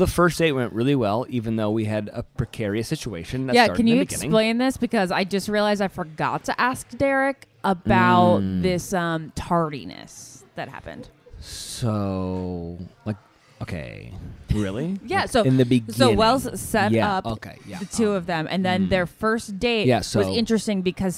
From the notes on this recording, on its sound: Live from the Napa Valley Wine Train with a ton of friends from Bachelor Nation!